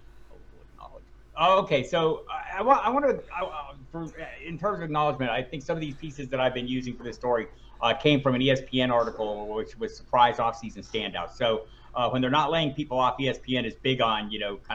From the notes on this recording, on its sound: A weekly phone conversation.